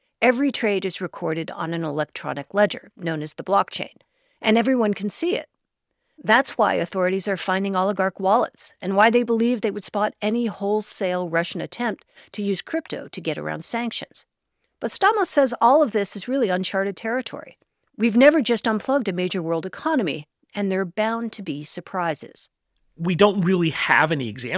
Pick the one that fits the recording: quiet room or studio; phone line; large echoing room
quiet room or studio